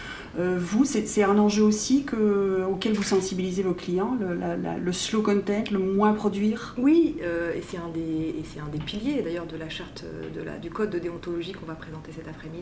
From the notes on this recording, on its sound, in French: Émission spéciale enregistrée au colloque KONTINÜUM 2020. Dans cette émission spéciale enregistrée au colloque KONTINÜUM 2020.